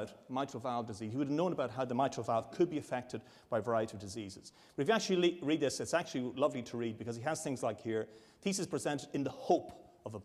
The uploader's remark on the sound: A public lecture. This is the second lecture in the 2010 Medical Detectives lecture series.